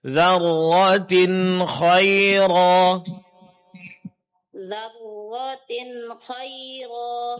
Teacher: tanwin bertemu huruf kha, ini hukumnya adalah izhar, jadi tidak diberikan tambahan dengung